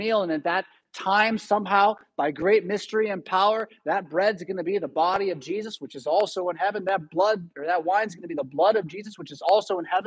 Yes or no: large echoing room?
yes